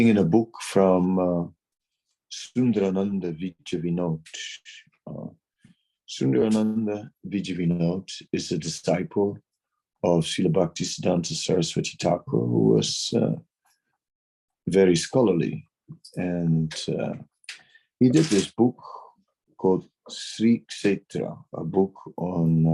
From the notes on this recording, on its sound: Zoom Meeting